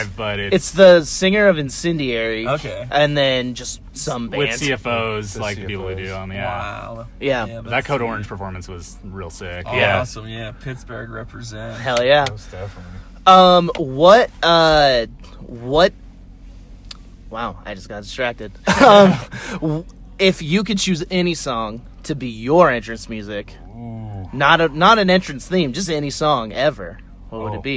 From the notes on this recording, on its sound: Sit down in the van. Before their show here in Boise.